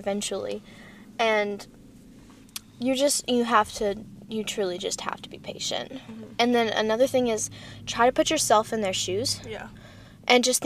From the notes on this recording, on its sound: live from a Starbucks parking lot!